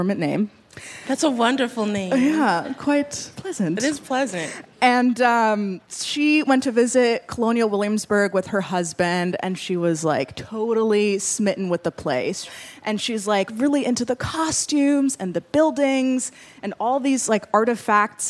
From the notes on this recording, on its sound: In our very first LIVE show